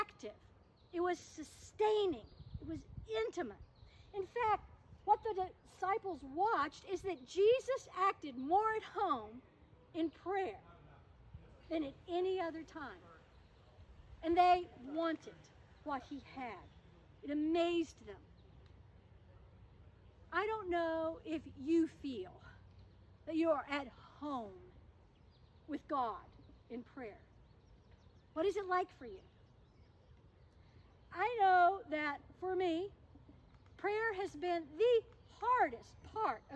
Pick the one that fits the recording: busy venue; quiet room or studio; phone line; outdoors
outdoors